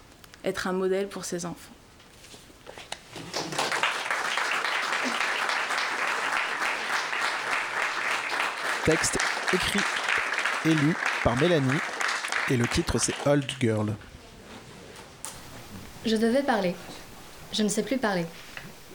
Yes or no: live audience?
yes